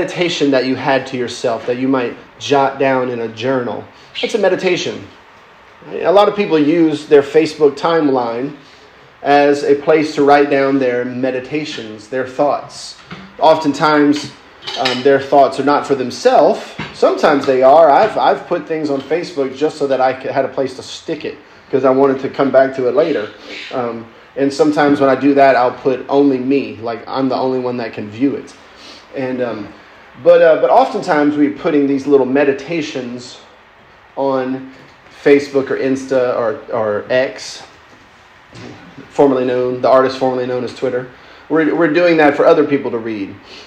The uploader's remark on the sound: lecture given at Christ Church academy